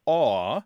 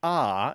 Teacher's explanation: So in those places, the vowel in this word, the first vowel, is more like aw, A-W-E, and less like ah, as in A-H